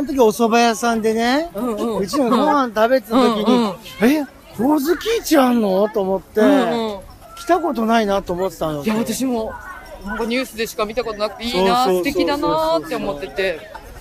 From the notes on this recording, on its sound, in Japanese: 初の街ブラ収録です！浅草浅草寺のほおずき市に行ってきましたー！！ほおずきのオレンジと風鈴の音色に癒されました。